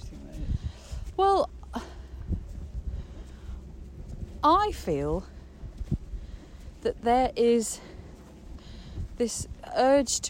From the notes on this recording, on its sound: The Avebury Enigma is a guided walk, audio collage and exploration of the sacred landscape at Avebury. We walk, dowse, and record the stones and landscape.